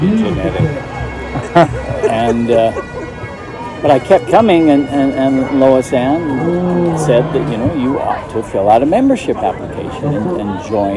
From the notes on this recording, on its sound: at the MacGregor tent from the Payson Scottish Festival.